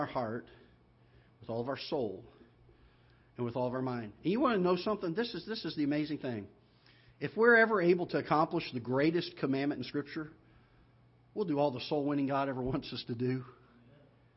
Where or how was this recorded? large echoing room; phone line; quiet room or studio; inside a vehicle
large echoing room